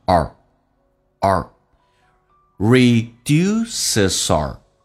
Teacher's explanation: our 这个单词呢，那么在口语化当中经常会弱化成一个叫 r 这个发音